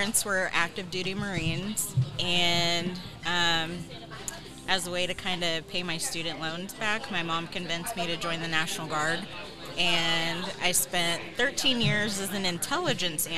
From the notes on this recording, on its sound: This episode is our first ever ON LOCATION recording, and we can't thank the incredible staff at SAIL AWAY WINE for hosting us! Sail Away Wine is located in North Kansas City, near the intersection of Swift Ave and Armour Blvd.